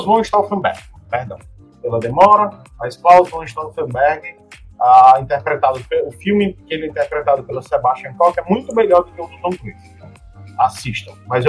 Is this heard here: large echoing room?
no